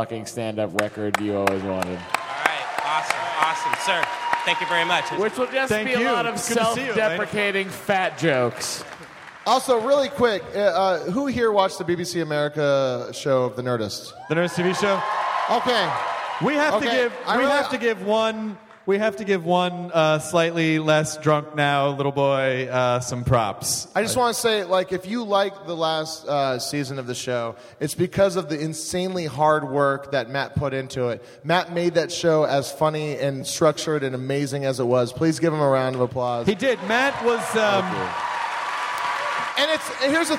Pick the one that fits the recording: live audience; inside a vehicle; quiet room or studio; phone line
live audience